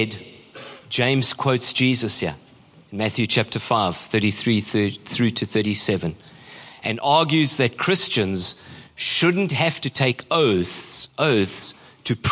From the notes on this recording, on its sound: Preached at Horsham Downs on 27/08/23.